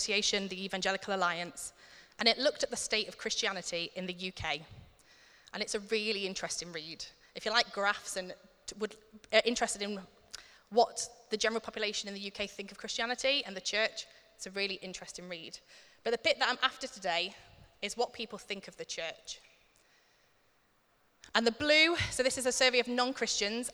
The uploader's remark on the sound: Recorded at Middlesbrough Community Church.